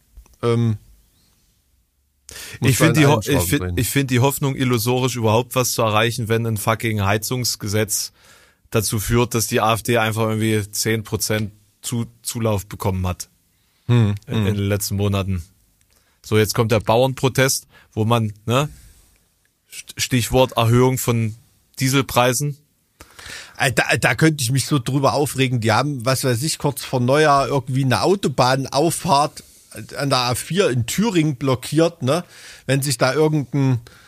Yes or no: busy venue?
no